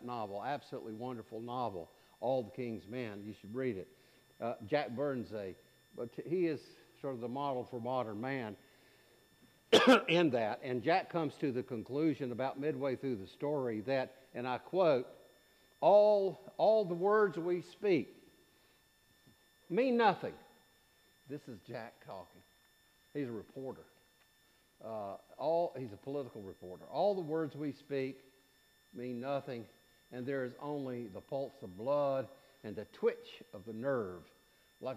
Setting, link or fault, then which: setting, large echoing room